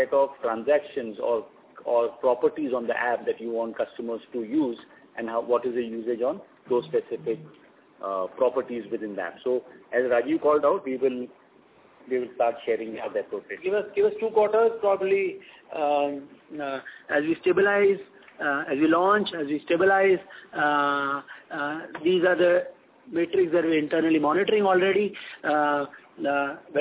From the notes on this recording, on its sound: Results discussion/conference call